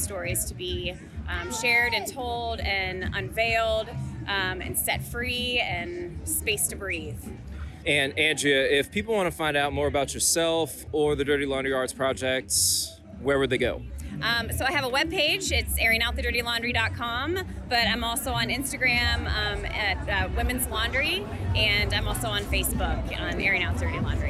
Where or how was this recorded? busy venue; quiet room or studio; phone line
busy venue